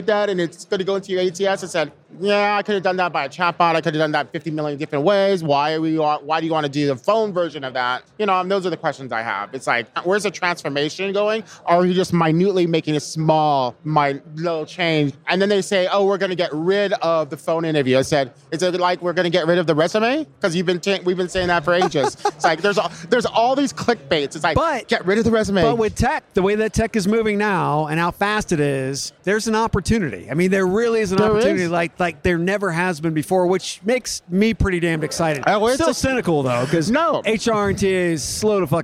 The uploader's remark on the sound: Live from UNLEASH America in the Workhuman booth